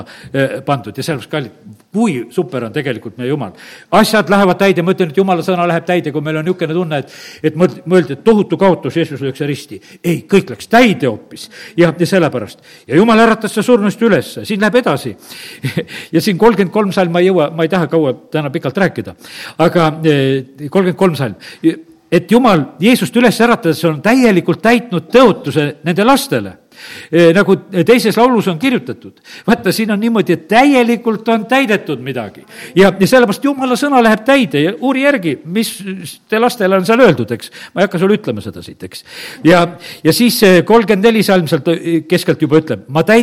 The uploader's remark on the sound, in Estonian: Audio salvestus koosolekult.